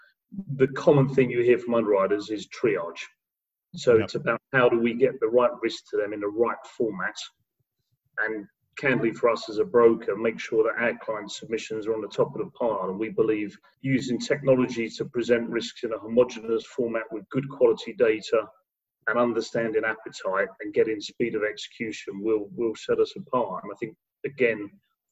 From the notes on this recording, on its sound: Two weeks ago I had a Zoom call